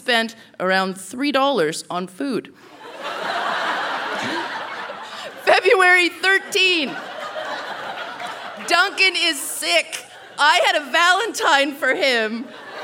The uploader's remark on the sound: Recorded live at the Park Theatre n Winnipeg, MB.